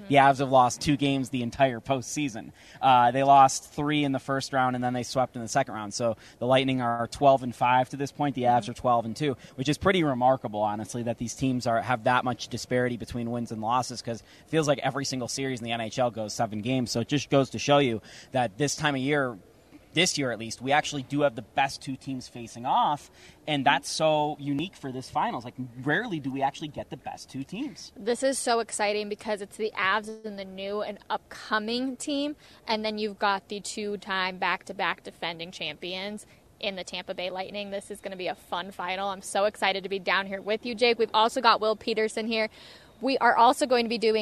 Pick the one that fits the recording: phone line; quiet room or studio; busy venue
busy venue